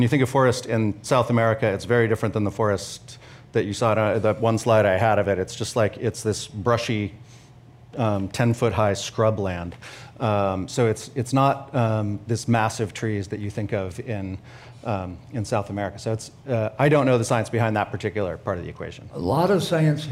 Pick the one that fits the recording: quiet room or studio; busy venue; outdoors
busy venue